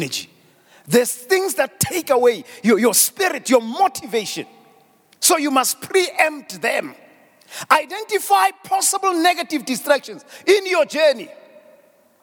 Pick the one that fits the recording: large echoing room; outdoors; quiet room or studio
large echoing room